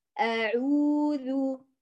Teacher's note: يلا لاحظوا معي، أعو، لم أقول العين ضم عو، مباشرة عو أعو، لكن عند العين هنا أطلت صوتها حركتان نتيجة لأن العين ممدود، فنقول أ حركة، عو حركتين، أعو ذو حركة واحدة، أعوذ، هذا اللي بعمله الآن اسمه التهجي الإجمالي.